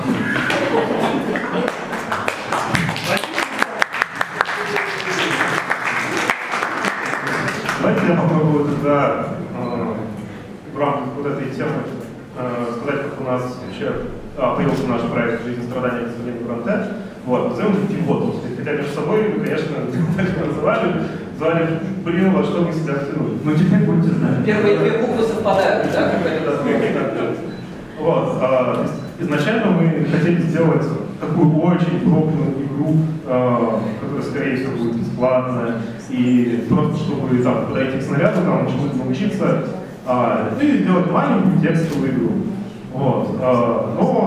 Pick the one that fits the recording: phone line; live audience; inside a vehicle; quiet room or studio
live audience